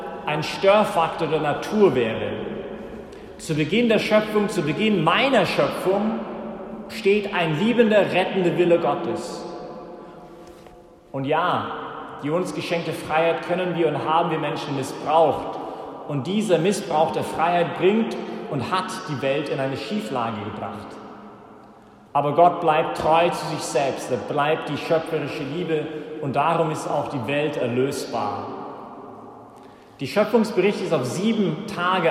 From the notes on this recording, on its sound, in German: Das war die Predigt während der Ostervigil, die vom Zentrum Johannes Paul II. In der Minoritenkirche in Wien.